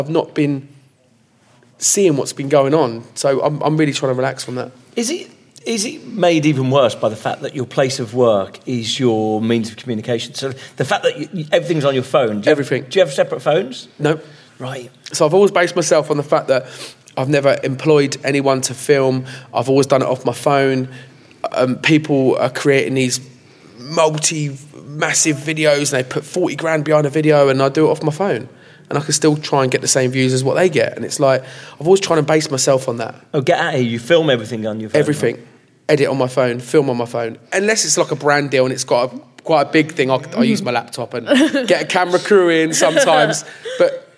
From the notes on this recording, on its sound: Recorded live at Vidcon 2020.